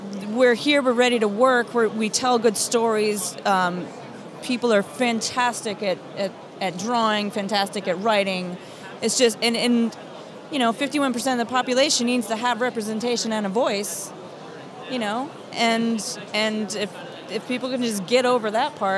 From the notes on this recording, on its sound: at New York Comic Con NYCC 2017!